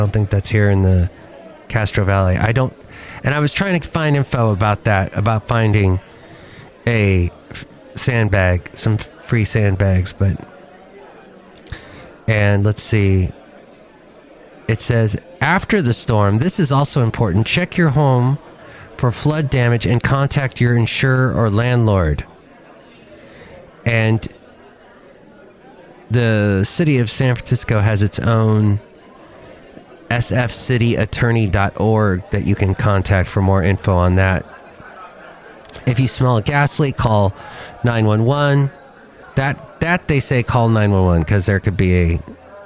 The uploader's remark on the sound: podcast live from Cafe Anyway